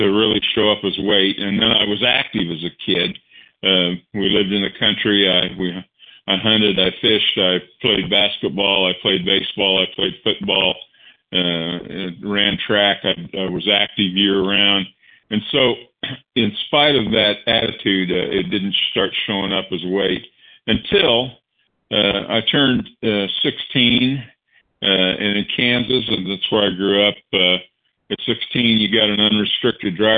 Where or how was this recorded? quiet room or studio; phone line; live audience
phone line